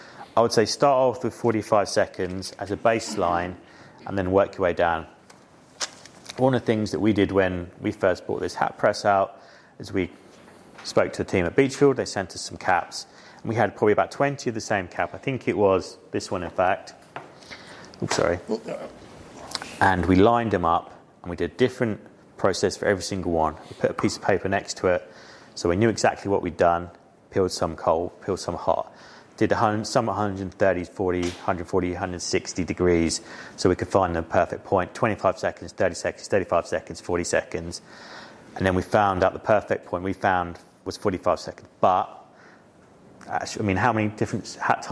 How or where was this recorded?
busy venue